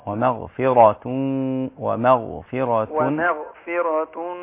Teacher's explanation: فخم الغنة فخم الراء